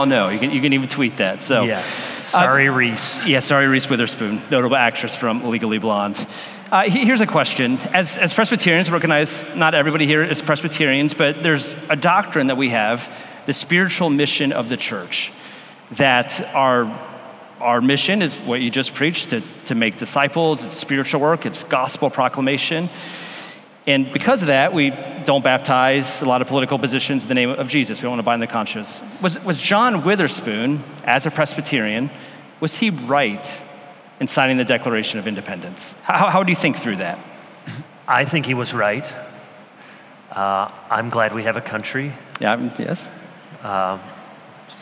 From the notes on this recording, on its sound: The Gathered and Scattered Podcast features keynote and breakout sessions from our annual conference at Redeemer Presbyterian Church in Detroit, MI.